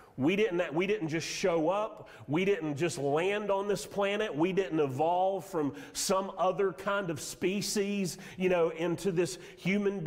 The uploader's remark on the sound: Sermon audio from Mission Church in Locust, NC.